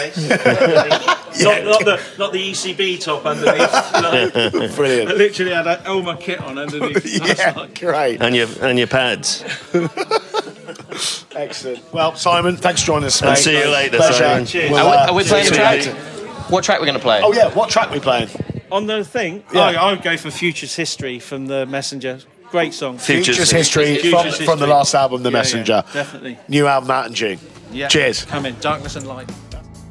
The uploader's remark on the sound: Live from The Bedford. A live special as the podcast is recorded at the 7th Annual Radio Wigwam Awards at The Bedford!